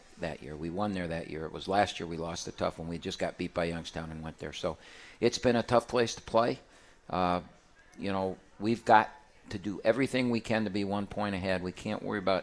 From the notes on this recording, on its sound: live from RJs Pub in Rochester Hills!